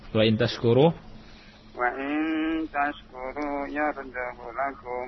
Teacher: di kalimat yardahu lakum, hunya itu dibaca pendek